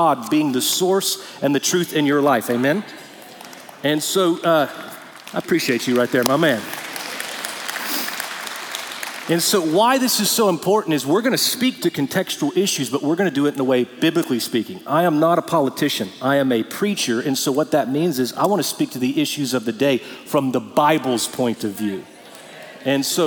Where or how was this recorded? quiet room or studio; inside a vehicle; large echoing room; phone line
large echoing room